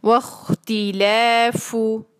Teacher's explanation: فا کی آواز نکالتے وقت سانس جو ہے اس کی آواز کو جاری رکھیں گے ٹھیک ہے جیسے ہم موم بتی بجانے کے لیے زور سے سانس نکالتے ہیں.